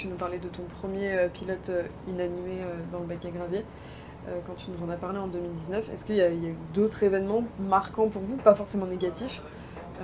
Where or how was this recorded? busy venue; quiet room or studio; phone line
busy venue